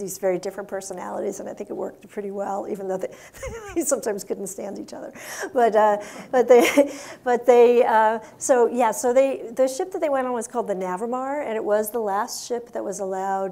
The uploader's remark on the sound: we go back to our in-person event